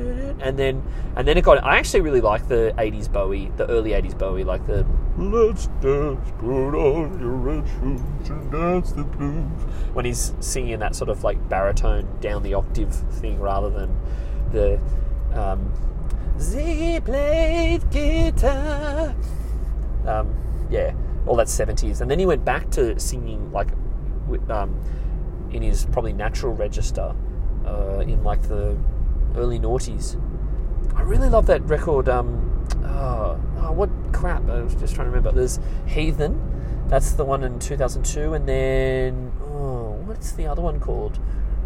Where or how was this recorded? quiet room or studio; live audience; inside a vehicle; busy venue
inside a vehicle